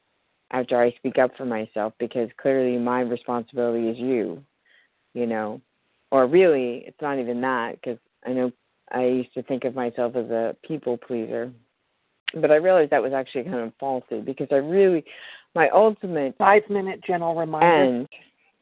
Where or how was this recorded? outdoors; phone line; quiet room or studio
phone line